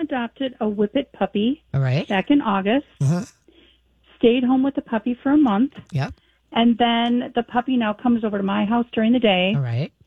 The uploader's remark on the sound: More Great callers with great questions.